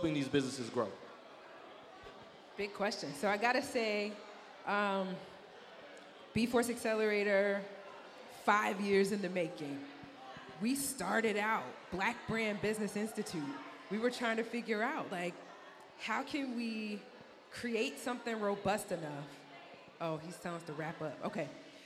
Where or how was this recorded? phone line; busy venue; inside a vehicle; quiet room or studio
busy venue